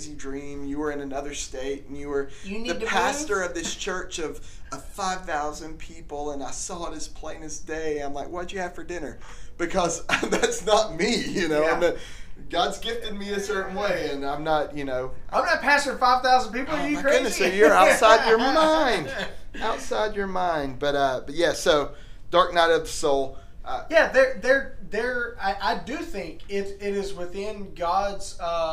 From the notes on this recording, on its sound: WE know the AUDIO LEVELS are really BAD.